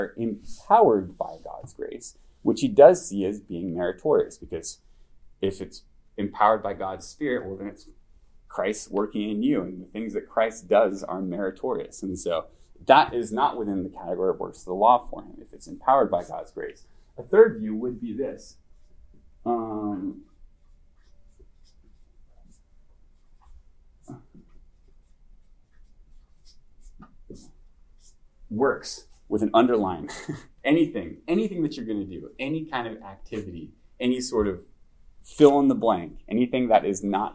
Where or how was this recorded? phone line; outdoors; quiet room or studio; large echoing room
large echoing room